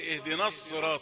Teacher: لقد فخمت النون وهي ليست من حروف التفخيم بأي حال